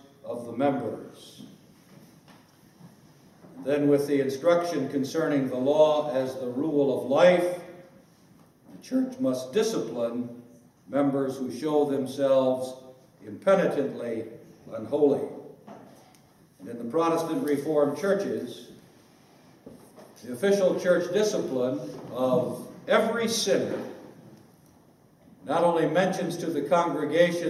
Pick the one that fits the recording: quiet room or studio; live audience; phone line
live audience